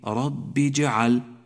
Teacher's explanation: الباء مكسورة في كلمة ربي، فلا تبالغ في لفظها حتى لا تنقلب إلى ياء، هكذا ربي جعل، ولكن ربي جعل، أي التزم بما هو مكتوب ولا تبالغ في الأداء.